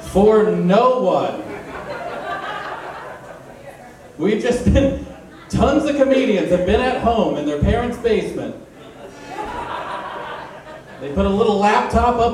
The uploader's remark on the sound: This week's show is live from the Arena Pub